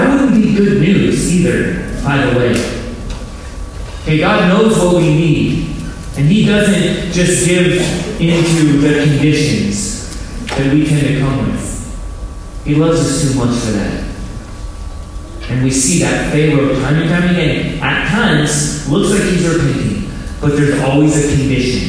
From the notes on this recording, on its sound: Low-quality audio.